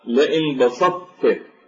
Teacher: ولا نلفظ بالطاء ونشدد التاء · Term: إدغام